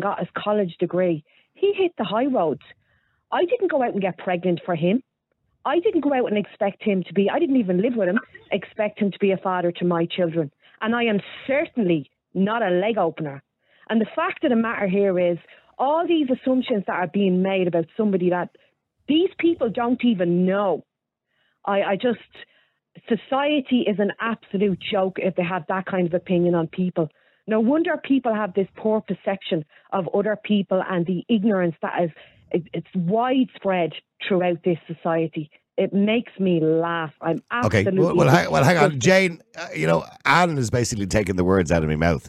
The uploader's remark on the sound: Open up the phone lines. The callers' responses are varied and passionate, reflecting the complexity of the topic.